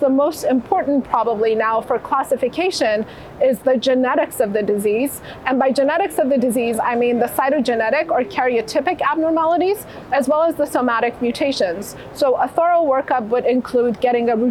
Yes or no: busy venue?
yes